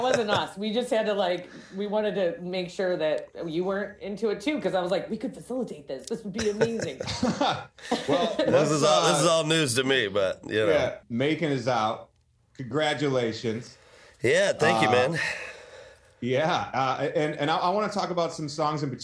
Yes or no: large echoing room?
no